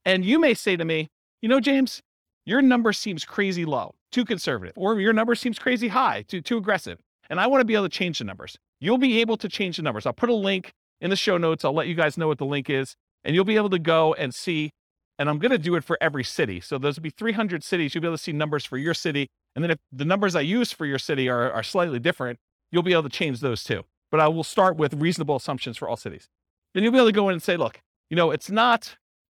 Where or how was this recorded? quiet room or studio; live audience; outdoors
live audience